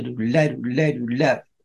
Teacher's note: so they're all legato sounds, and the accent is on the last part of the triplet. So doodle-la, doodle-la, doodle-la, which is more of a rhythmic anticipation of the next beat, and that's what really swing is about.